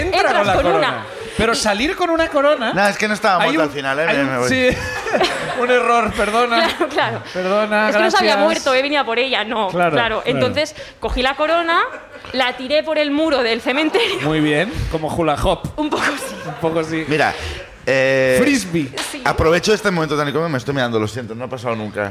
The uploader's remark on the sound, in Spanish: Vuelven a Barcelona. El público también nos cuenta sus ruinas.